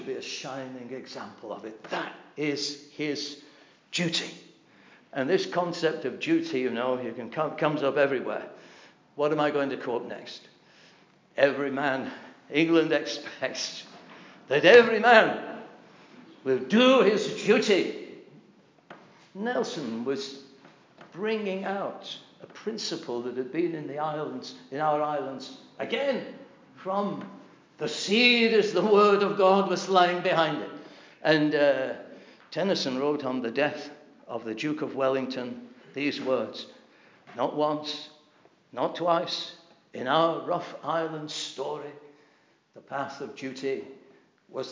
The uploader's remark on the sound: This address was delivered at the Britain's Only Hope - the Gospel Conference in 2018.